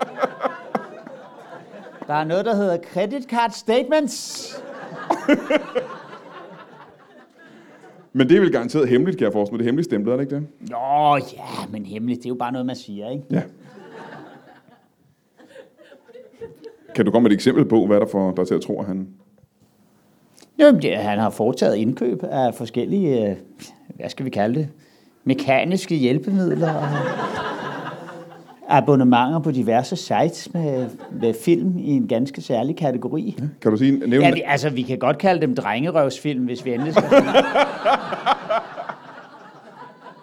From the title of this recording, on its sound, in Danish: LIVE fra Studenterhuset i Aarhus